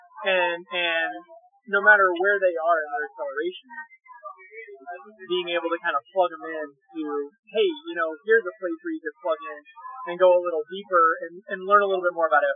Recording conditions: background noise